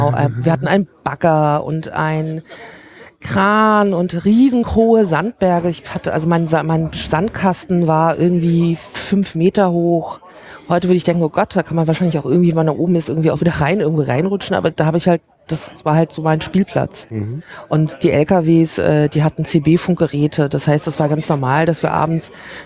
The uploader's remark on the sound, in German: Live vom 32ten Chaos Communications Congress